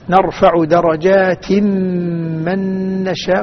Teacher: تنوين مع الميم صار فيها إدغام بغنة